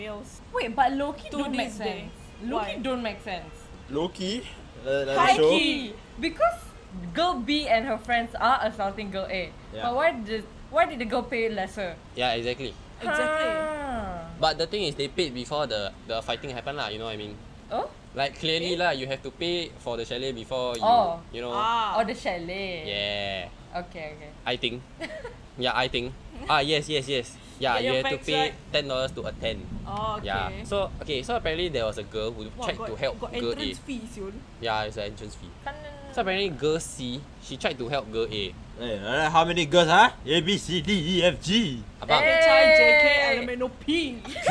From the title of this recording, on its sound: First podcast and we are outdoors ?!